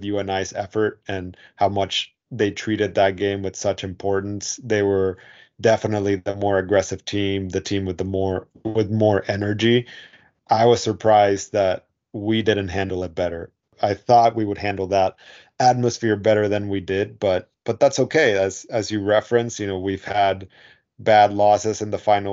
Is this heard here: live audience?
no